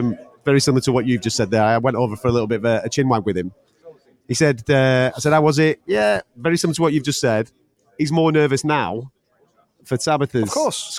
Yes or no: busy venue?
yes